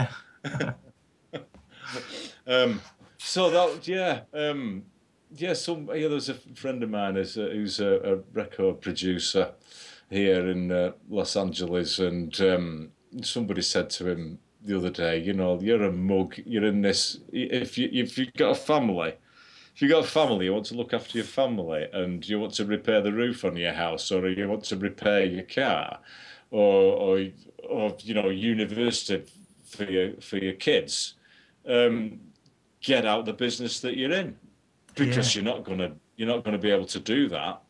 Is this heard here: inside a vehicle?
no